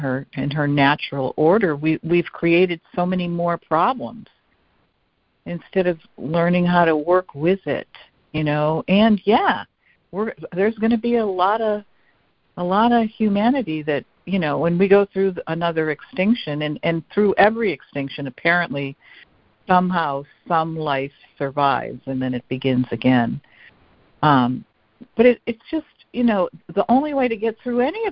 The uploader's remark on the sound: ACIM Daily Conference Call